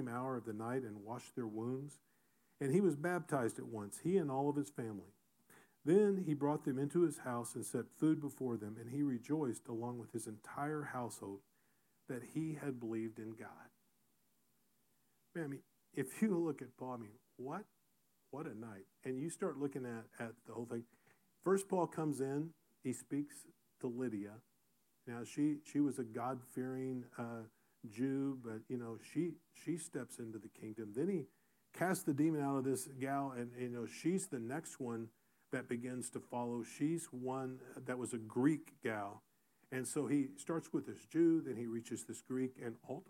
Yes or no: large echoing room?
yes